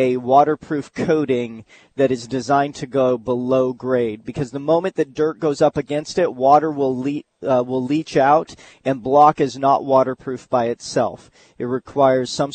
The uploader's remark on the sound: live at the Home & Patio show down at the Prime Osborn Convention Center